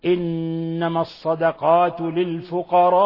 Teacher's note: فهذا المد المتصل يسمى عند القراء المد الواجب، يمد 4 إلى 5 وإلى 6 حركات، فإذا لا يجوز أن يقصر فيمد حركتين أو أقل من ذلك، كل هذا يكون من جملة اللحن الجلي.